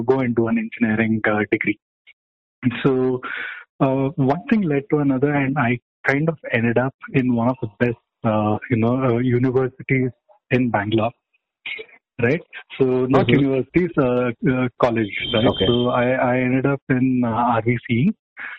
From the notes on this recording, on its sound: this is very raw, recorded over a phone call